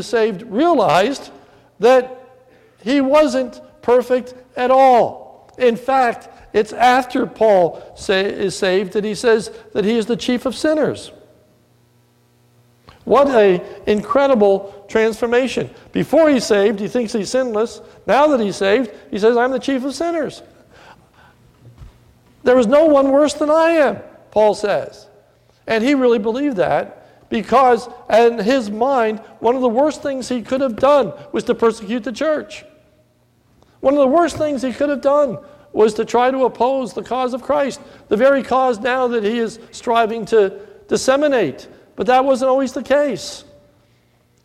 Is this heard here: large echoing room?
yes